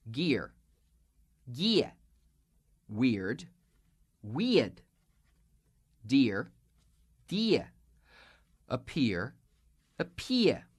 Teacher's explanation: we don't just drop the R, but we have ear, ear.